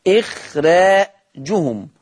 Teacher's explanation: قرأ ورش بترقيق الراء في إخراجهم إخراجهم وأيضا بلا خرة لأنها مسبوقة بمكسور لأنها مسبوقة بلا خرة الراء مسبوقة بحرف مكسور وهو الخاء.